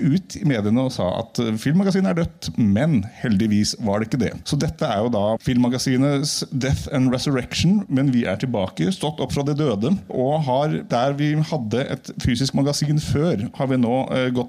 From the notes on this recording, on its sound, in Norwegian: Live fra Ramaskrik. Har vært på Ramaskrikfestivalen i Oppdal og har kjørt på med Filmmagasinets aller første live-podcast!